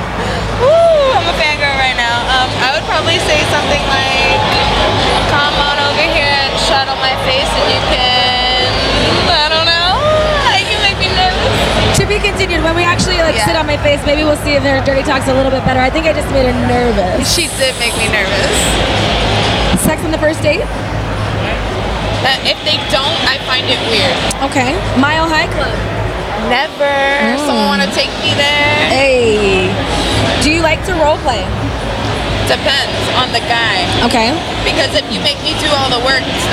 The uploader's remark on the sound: recorded during Exxotica convention